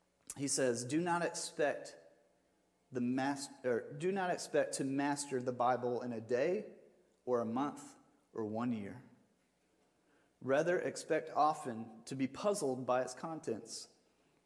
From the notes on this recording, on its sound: Sermon audio from Mission Church in Locust, NC.